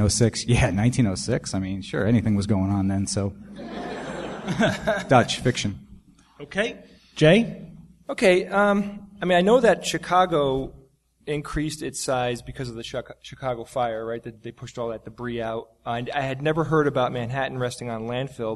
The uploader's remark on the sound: Live from NECSS 2014. Live Q&A.